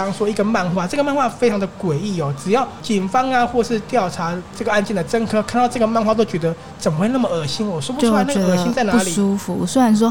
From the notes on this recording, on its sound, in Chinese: 此內容是在INSTAGRAM 進行直播的聲音檔，因為是在一間喜歡的咖啡廳進行直播，所以音質沒有前面節目來的好，也有許多環境中的自然噪音，也沒有經過剪輯就直接上載。